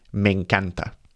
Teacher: don't forget the e sounds kind of join there, so it's typically pronounced me encanta